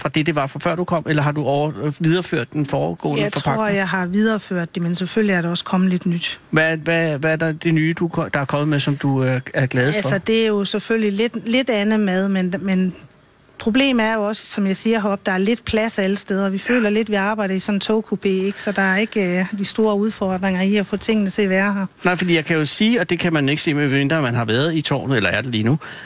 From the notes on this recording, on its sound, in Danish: Fedeabe er taget til Nordens Paris og sender live fra Nordens Eiffeltårn, nemlig Aalborgtårnet!